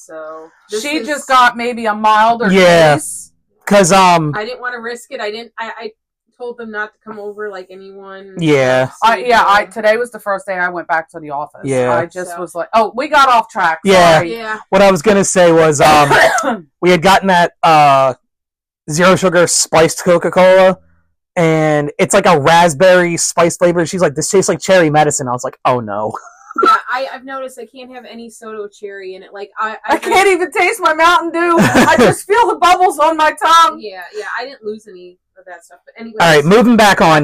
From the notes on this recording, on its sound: We apologize for the audio quality, we are very loud individuals who aren’t used to using mics.